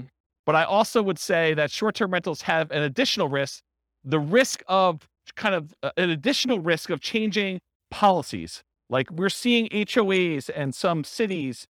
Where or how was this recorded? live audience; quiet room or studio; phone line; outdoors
live audience